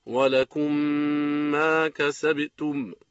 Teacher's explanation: الإدغام الشفوي، هو إدغام الميم الساكنة بميم بعدها بغنة كاملة، نحو ولكم ما كسبتم ولهم مغفرة، ويسمى أيضا إدغام المتماثلين الشفوية.